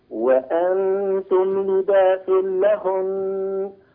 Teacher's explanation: هذه النون المشددة عليك أن تغنها سواء كنت واقفا أو واصلا